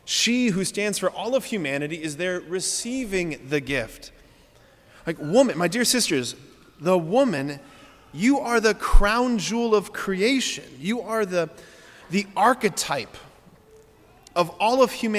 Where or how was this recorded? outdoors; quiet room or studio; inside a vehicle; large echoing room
large echoing room